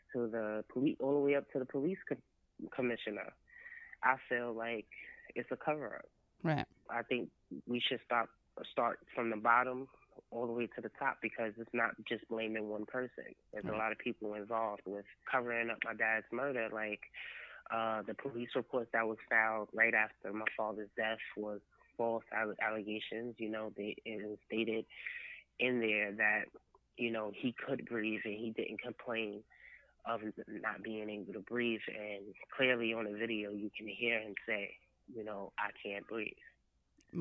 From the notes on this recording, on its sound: This episode consists of two interviews, done a week apart. Over the phone.